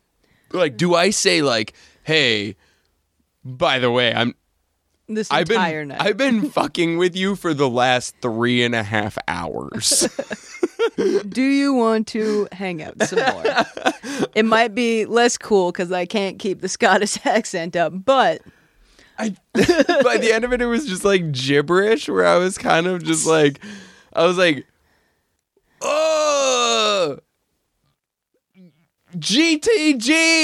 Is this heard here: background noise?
no